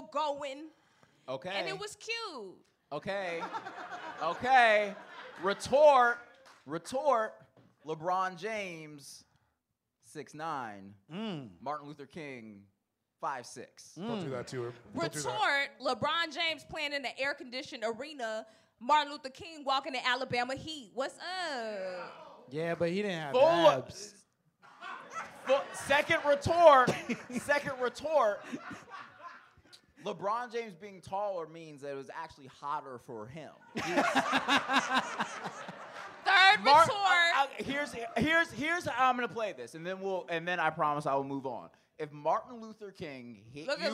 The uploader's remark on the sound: LIVE at The Elysian Theater! FIRST live show of the pod at The Elysian Theater in Los Angeles.